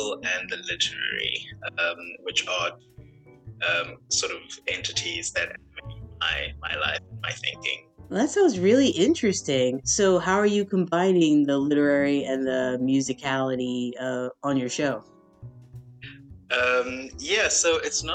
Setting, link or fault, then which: fault, drop-outs